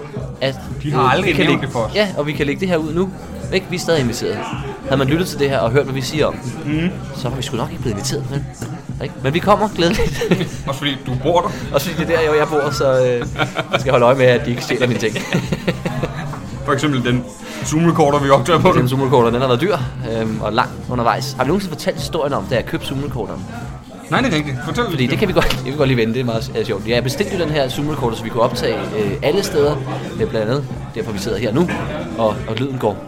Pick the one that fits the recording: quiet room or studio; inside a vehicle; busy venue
busy venue